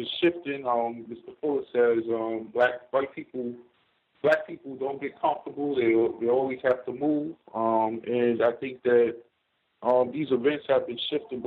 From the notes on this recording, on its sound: The C.O.W.S. Compensatory Call-In. We encourage non-white listeners to dial.